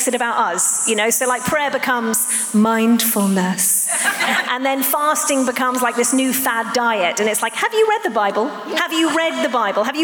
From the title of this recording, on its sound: Live at The Orchard Conference 2022